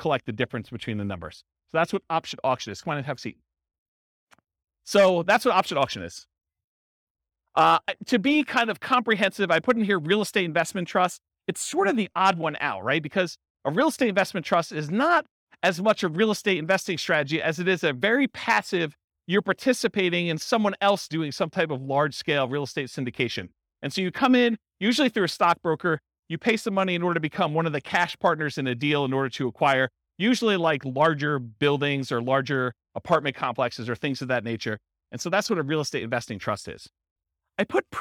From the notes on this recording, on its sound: Real estate investors and real estate entrepreneurs in Lowell, Massachusetts. This was a live class recorded. Live in-person version.